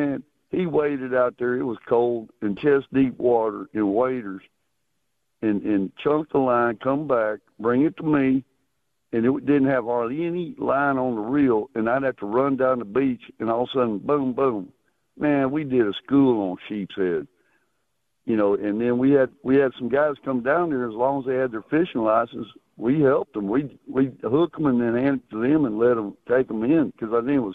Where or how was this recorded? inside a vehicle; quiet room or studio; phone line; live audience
phone line